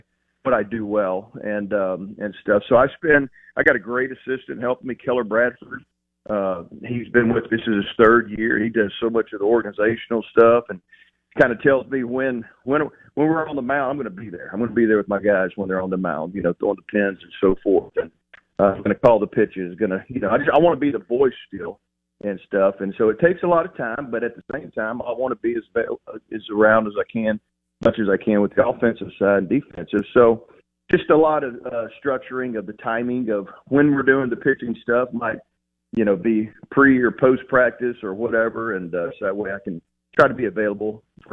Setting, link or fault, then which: link, phone line